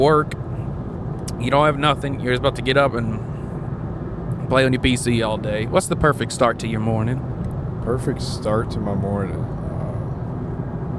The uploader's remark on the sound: ROADTRIP (Podcast while driving shenanigans).